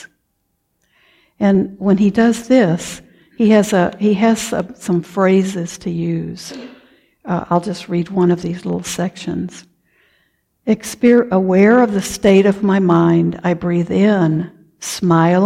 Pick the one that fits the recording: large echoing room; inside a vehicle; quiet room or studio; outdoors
large echoing room